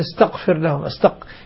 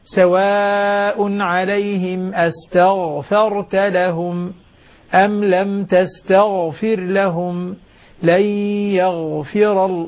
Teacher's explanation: لاحظت أنه عندك الغين شوية شديد، محبوسة الصوت فيها، يعني سواء عليهم أستغفرت. الغين رخوة، وهذا الذي يميزه عن القاف · Shown in: second take · لو أن أعطينا فيها انحباس الصوت، ولذلك بعض اللهجات يقول استغفر لهم، استق يعني بيحول الغين إلى قاف.